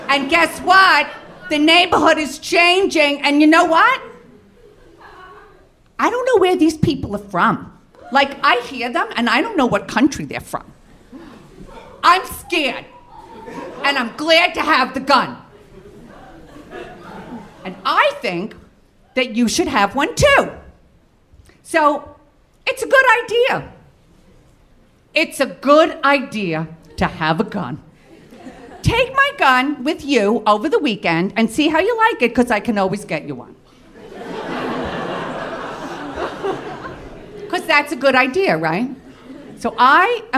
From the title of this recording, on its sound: Live at the Bell House!